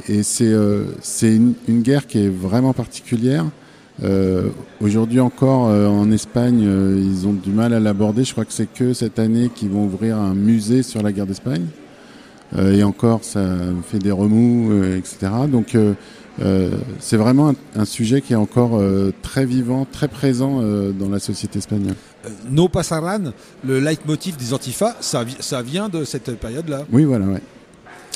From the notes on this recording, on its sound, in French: Au Marché de Lëon, marché de créateurs organisé par Radio Béton à la mairie de Tours